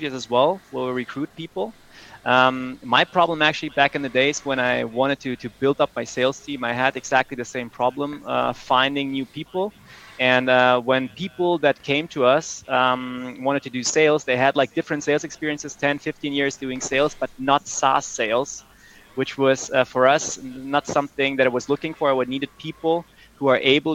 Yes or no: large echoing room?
no